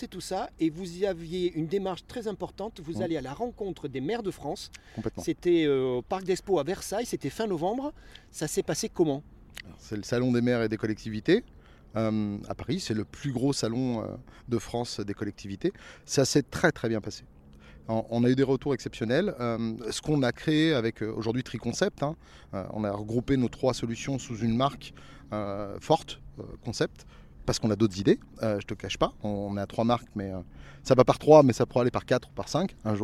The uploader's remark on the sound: Live from FC Annecy. Nous a donné RDV au centre du terrain du FC Annecy.